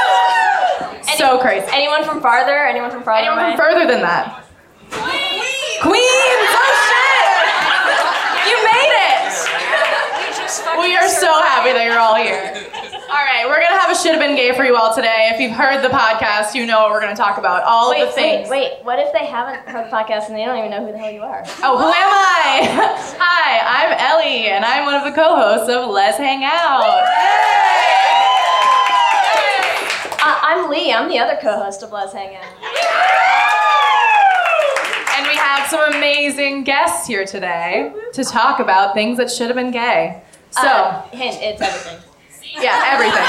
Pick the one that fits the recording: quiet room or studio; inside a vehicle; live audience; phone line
live audience